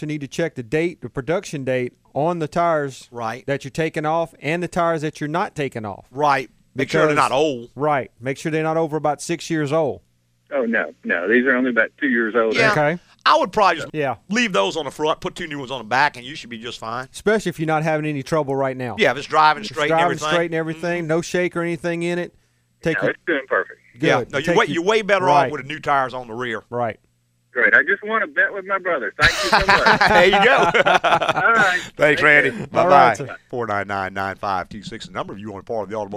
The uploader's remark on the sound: answer calls from listeners in the last live show of 2012